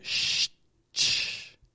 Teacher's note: the sh flows out. The ch stops and then releases. Not quite a sh-sh, but a little bit more sh-ch.